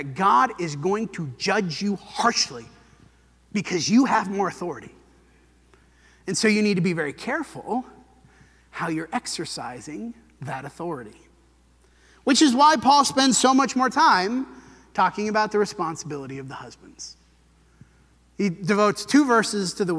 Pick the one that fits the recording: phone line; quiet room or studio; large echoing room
large echoing room